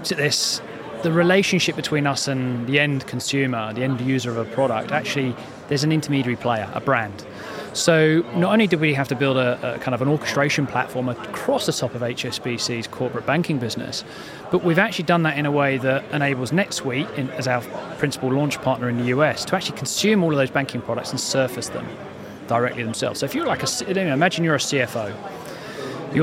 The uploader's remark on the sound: FinTech Connect, that took place at the Excel in London. We recorded a series of interviews from the Freemarket booth with a number of the speakers and attendees at the event.